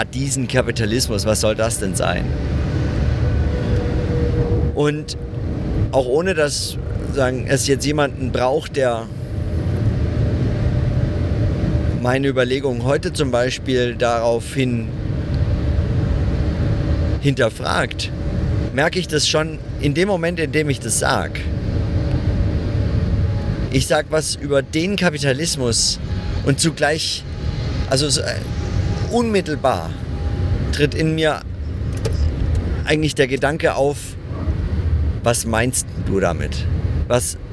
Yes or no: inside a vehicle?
yes